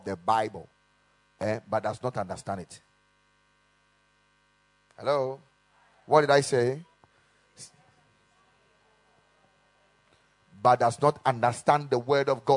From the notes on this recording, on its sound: Preached at the Ekklesia Chapel.